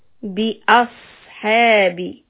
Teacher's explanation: Bi ashabi, sad is a heavy letter, so we say bi ash. You raise the back of the tongue for sod and continue the hiss. Bi ashabi. Now we are going to connect to lam and make sure the tip of the tongue stays in its place.